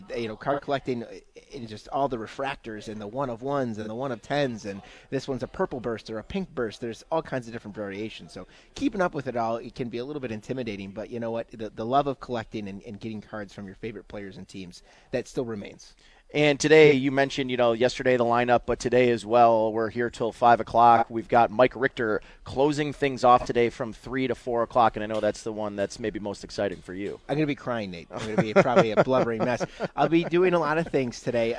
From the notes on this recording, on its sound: Live from Batavia Downs